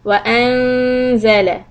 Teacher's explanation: This noon with the sukoon or without the sukoon in the Uthmani Mushaf, you hide the noon.